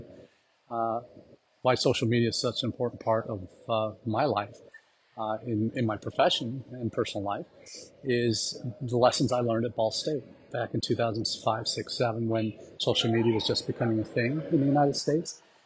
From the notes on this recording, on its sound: Live from Tashkent, we are doing this week’s #livechat from the South and Central Asia #EdUSAForum